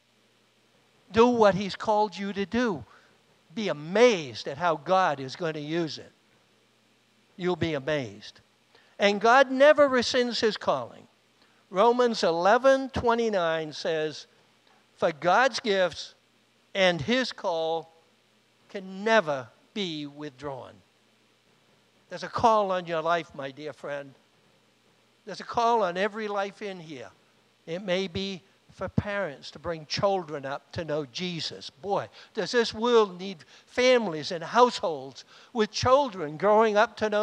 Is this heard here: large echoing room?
yes